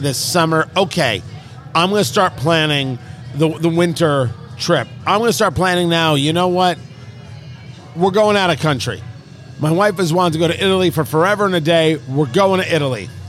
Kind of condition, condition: setting, busy venue